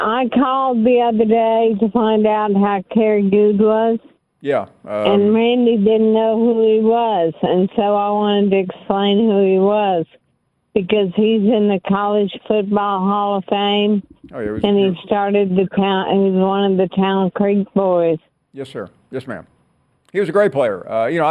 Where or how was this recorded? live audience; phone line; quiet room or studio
phone line